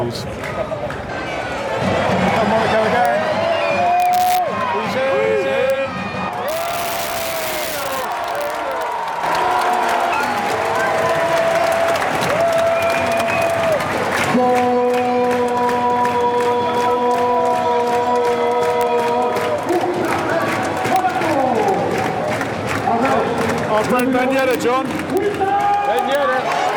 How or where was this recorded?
busy venue